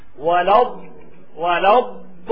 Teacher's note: هذا الضاد حرف استعلاء وحرف استطالة، لابد أن تضغط بلسانك عليه